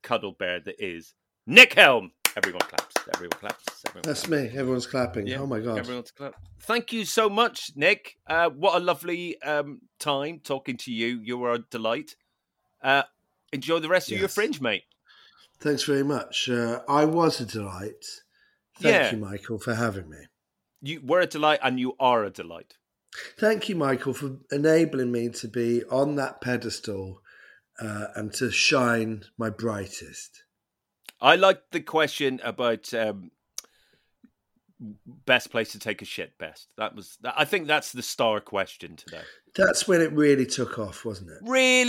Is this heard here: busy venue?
no